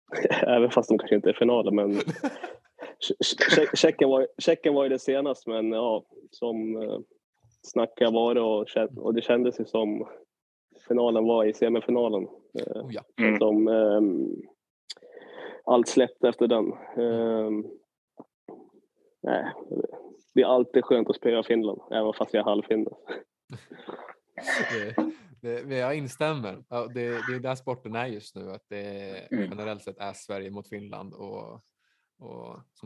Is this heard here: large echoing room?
no